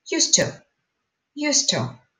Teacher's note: So, in case with used to, we say used to, not used to. D becomes T and sounds the same way. · Term: connected speech